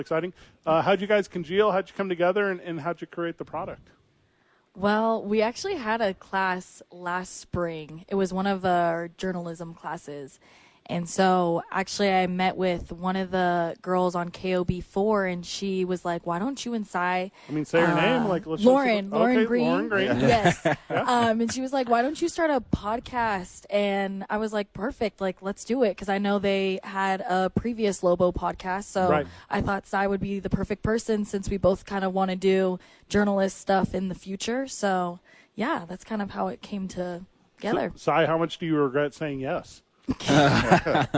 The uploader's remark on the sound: live from the Albuquerque Dukes Store